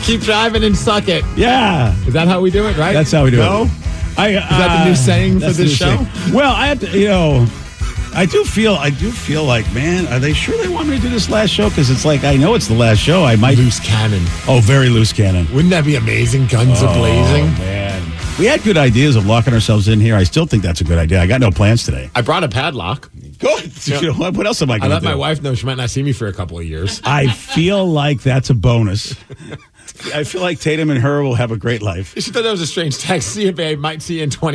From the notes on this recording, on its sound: Last Show on KISW. The phone lines are jam packed!